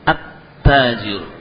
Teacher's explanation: Ya, jadi At-Tajiru dibaca bukan Al-Tajiru, At-Tajiru. At-Tajiru dan As-Sariru. Lamnya tidak dibaca.